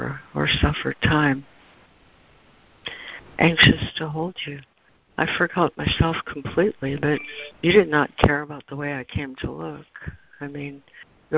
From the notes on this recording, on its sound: ACIM Daily Conference Call.